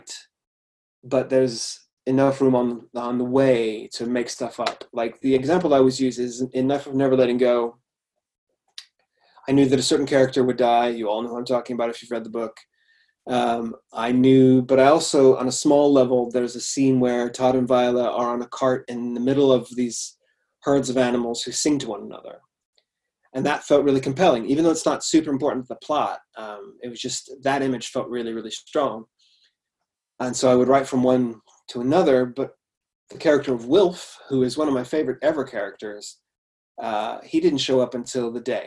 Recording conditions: video call